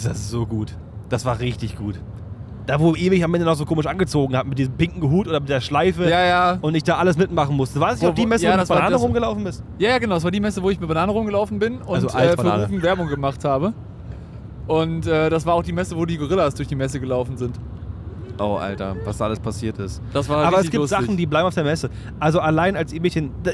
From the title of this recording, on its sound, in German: Live von der Autobahn